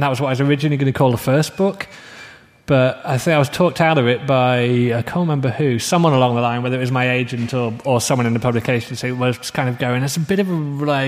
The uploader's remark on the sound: Guest of honour interview. At Swecon 2014 – the Steampunk festival in Gävle, Sweden.